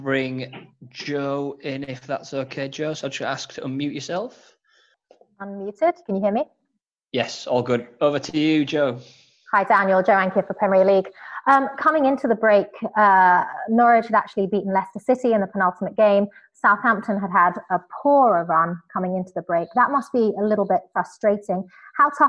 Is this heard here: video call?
yes